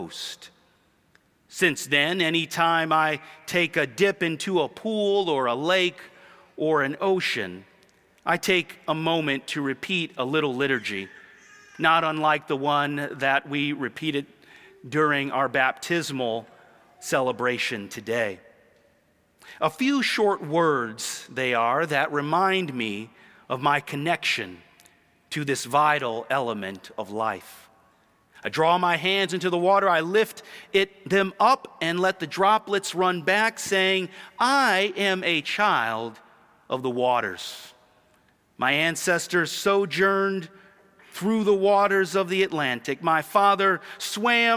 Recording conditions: large echoing room